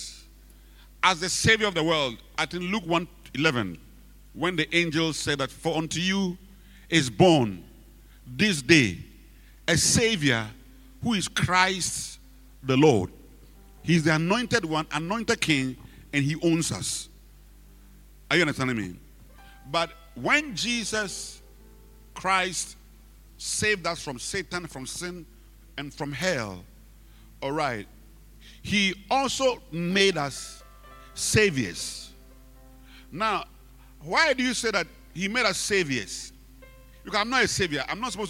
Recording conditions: large echoing room